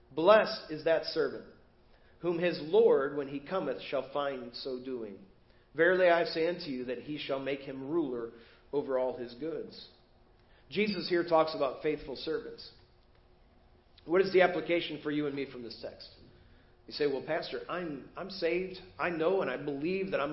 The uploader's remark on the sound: Preached at First Baptist Church of Hazel Park